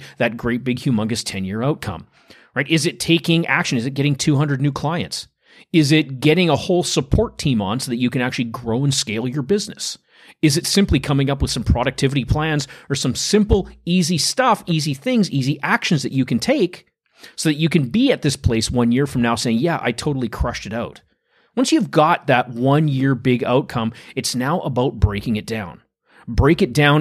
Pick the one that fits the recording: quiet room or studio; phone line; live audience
quiet room or studio